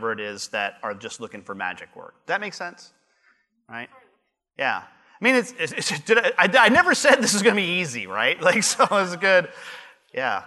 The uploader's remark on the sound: Live Broadcast at the The IPBC IGNITE Conference.